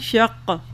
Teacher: یہ شق ق، اور اس میں قلقلہ بھی آتا ہے تو تھوڑی سی آواز باؤنسنگ سی ہوگی